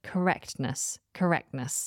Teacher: T that comes in the middle of correctness is not really pronounced when you say the whole word correctness